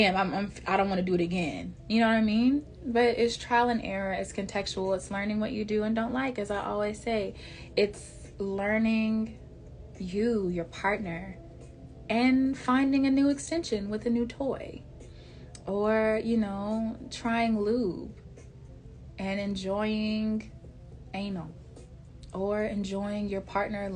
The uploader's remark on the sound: (I do not own the rights to any music heard in the background of this live recording.)